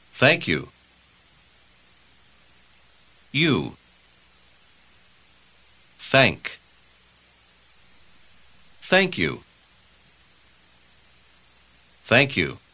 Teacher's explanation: Вы заметили, как окончание первого слова сливается с началом второго?